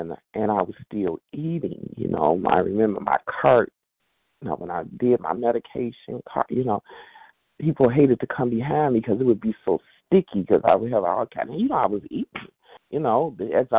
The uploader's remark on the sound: 100 Pounders Phone Meeting, 12/6/23.